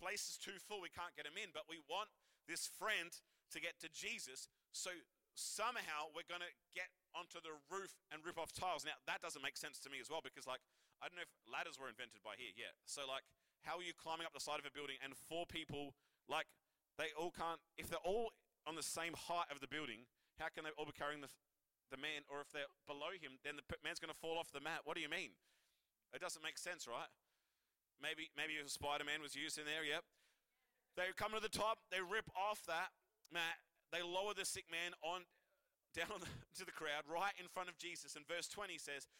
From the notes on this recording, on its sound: Recorded live at One Youth (One Heart Church, Port Lincoln) on the 2nd of July, 2023.